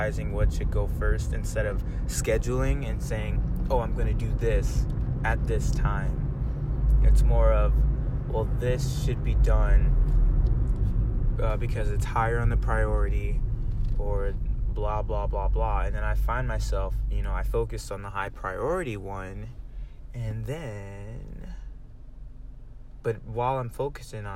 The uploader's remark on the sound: I've yet to have a clean episode, smh. During my usual Radon route. My voice is getting better.